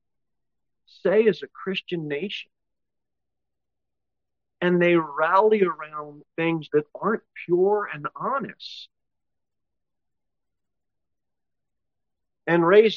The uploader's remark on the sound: Sermon delivered at Pilgrim Baptist Church on Sunday, August 6, 2023